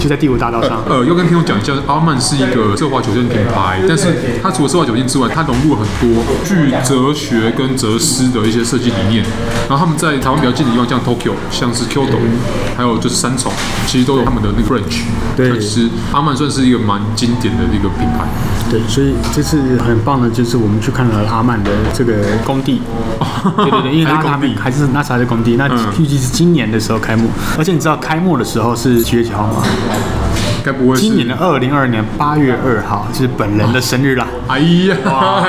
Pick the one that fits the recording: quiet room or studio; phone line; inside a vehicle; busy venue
busy venue